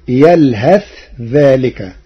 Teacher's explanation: قرأ ورش كلمة يلهث بالإظهار وصلا